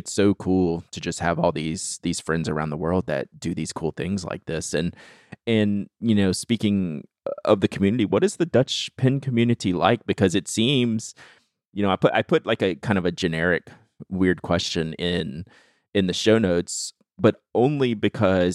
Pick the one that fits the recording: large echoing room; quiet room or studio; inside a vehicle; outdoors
quiet room or studio